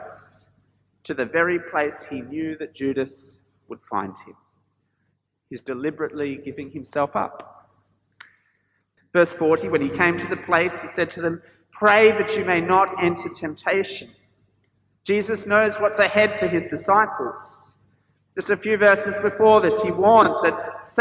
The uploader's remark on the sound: This sermon was preached at St George's Church, Penang on 10th April 2022.